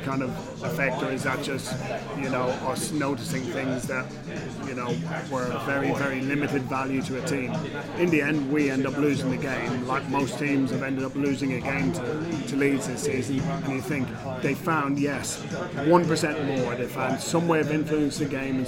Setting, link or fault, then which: setting, busy venue